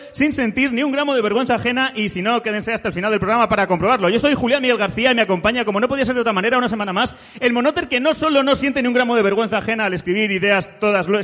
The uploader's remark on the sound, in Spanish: En directo desde CSA A Ixena. Regalamos cosicas a les Monoters presentes.